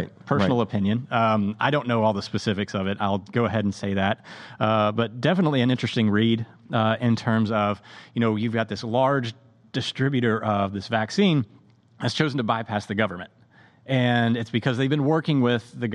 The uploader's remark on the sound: Live from FreightTech Venture